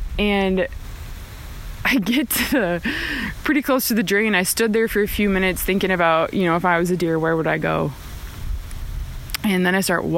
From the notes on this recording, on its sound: These episodes are recorded on the river, in the forest, on the mountain and everywhere in between!